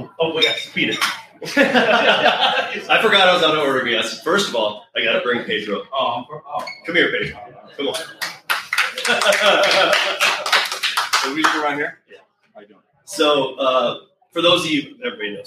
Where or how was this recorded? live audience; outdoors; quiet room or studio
live audience